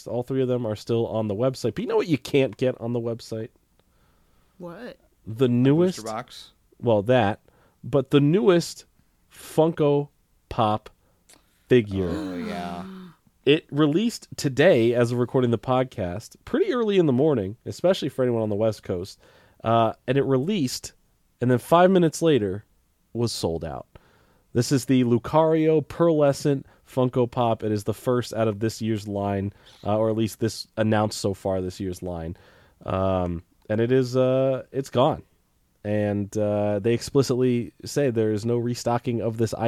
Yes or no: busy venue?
no